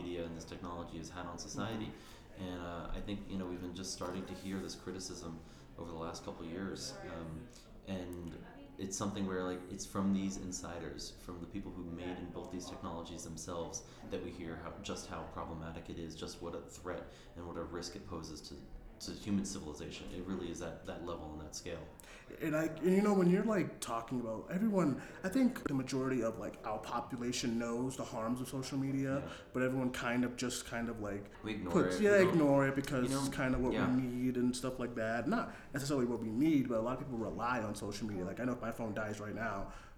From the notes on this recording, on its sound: Cinemania Live Interview. From the Sundance Film Festival.